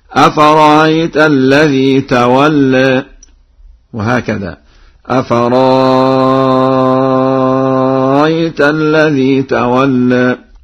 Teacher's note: يقرأ ورش بتسهيل الهمزة الثانية بين وكذلك بإبدالها حرف مد مع الإشباع هكذا: أفرأيت الذي تولى، وهكذا: أفرأيت الذي تولى.